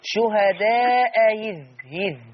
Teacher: بيني الهمزة الأولى وسهلي الثانية